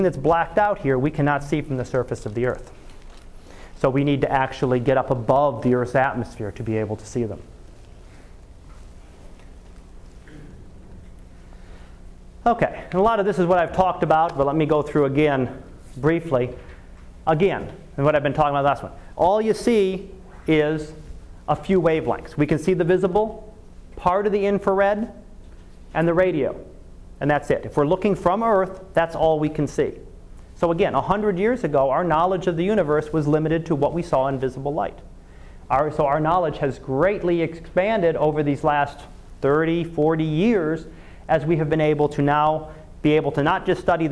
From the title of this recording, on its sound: Live Class Lecture